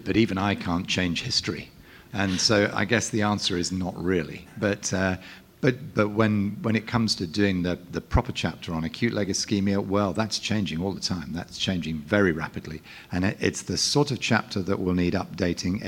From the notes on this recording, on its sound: ESVS2023. Was recorded live during the session!